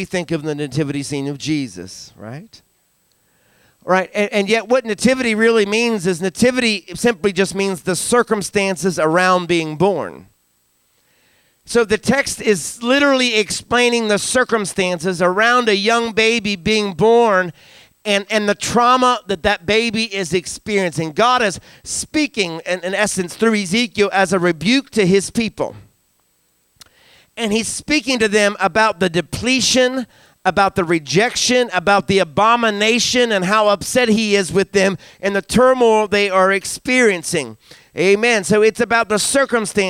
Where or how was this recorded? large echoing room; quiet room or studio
large echoing room